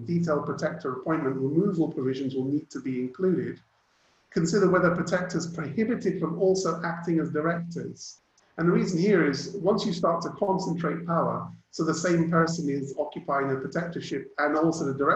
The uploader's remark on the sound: Webinar audio recording